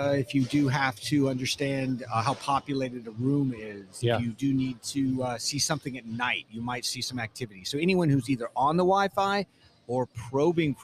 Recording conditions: busy venue